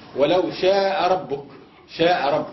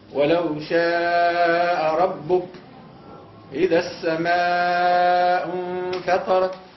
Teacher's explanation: لابد من الزيادة على مقدار المد الطبيعي حتى يصير بمقدار التوسط وقفا ووصلا · Shown in: second take · Term: المد المتصل